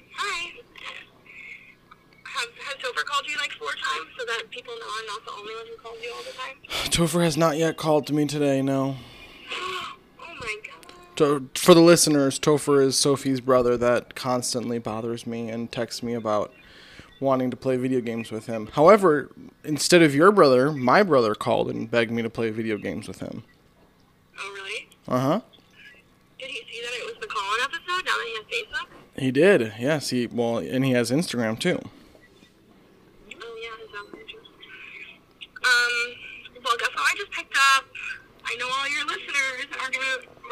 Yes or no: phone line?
yes